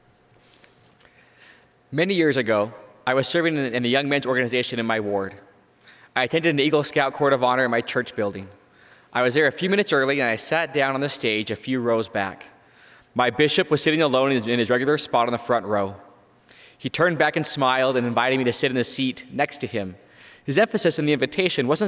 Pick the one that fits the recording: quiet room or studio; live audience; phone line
live audience